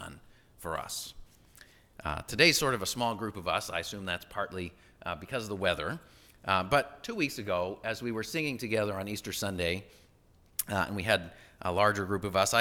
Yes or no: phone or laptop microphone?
no